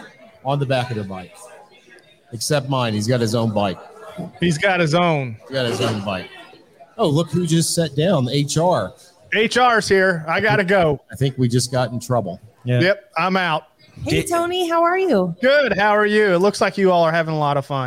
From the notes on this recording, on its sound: Live from the Iron Horse Inn! We're back with day 3 from The Iron Horse Inn in Whitewood!